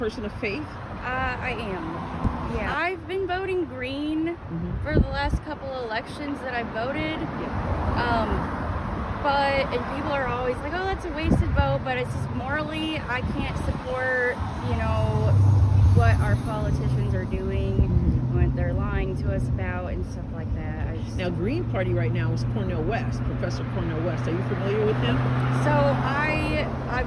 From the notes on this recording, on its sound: Day 1: Broadway | Day 2: SEMO Campus. Taking It to the Streets is about getting out and talking to random people about the issues. The second day, I was outside Southeast Missouri State University (SEMO).